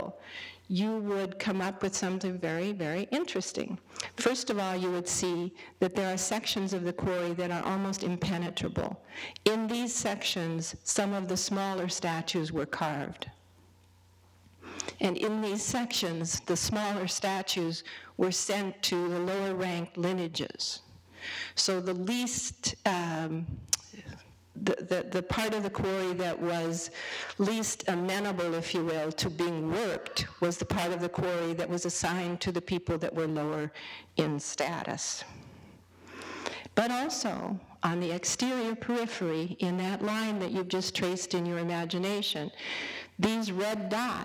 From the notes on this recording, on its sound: A part of the 2010 "Great Discoveries Lecture Series" held at the Penn Museum.